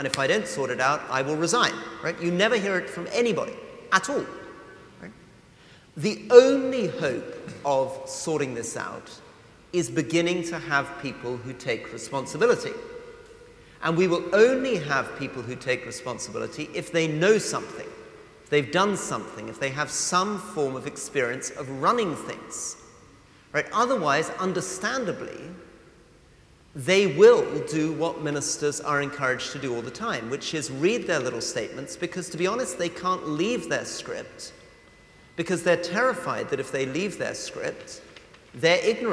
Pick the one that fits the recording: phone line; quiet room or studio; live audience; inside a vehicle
live audience